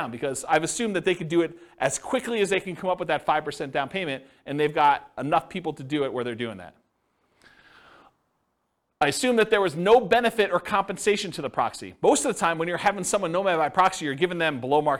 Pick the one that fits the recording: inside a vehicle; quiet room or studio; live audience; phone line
live audience